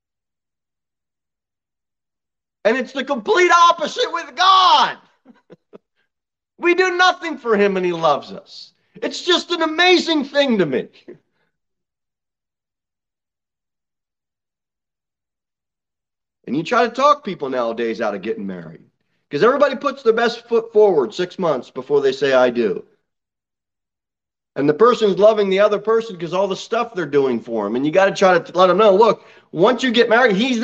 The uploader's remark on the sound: Sermon delivered at Pilgrim Baptist Church on Sunday, September 4, 2022 at 11:15 am. Jere Whitson Rd.